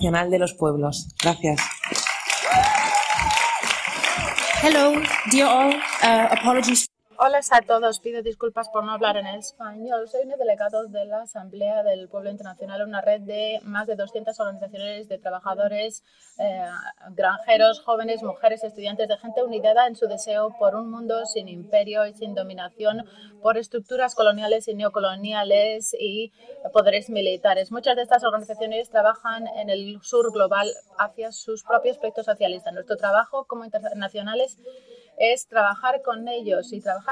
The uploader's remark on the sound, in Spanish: Cumbre por la Paz #OTANNO. El audio de las diferentes intervenciones de uno de los actos organizados en esta Cumbre por la Paz.